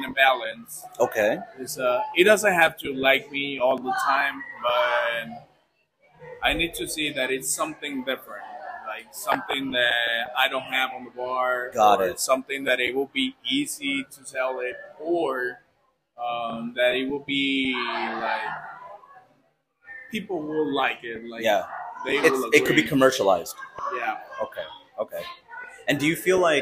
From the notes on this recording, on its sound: We recorded this episode at El Tasting Room in Puerto Vallarta, Mexico.